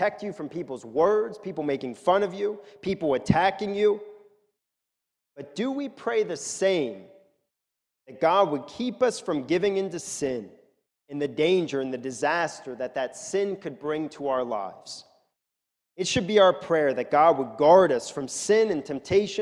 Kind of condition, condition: setting, large echoing room